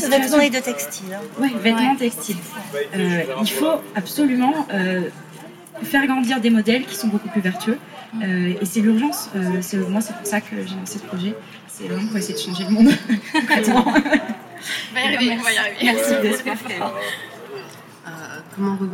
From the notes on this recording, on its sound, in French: Il a été enregistré en partenariat avec le Digger Club , dans de cadre du cycle de conférences du Diggler Club Market le 18 juin 2022 au Jardin 21 à Paris. Il a été enregistré en partenariat avec le Digger Club , dans de cadre du cycle de conférences du Diggler Club Market le 18 juin 2022 au Jardin 21 à Paris.